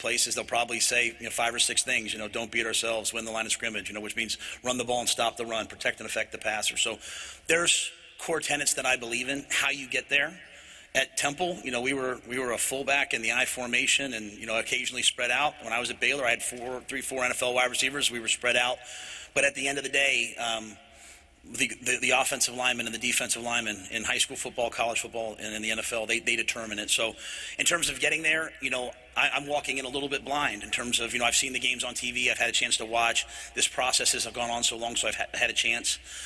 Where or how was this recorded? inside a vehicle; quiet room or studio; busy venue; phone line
busy venue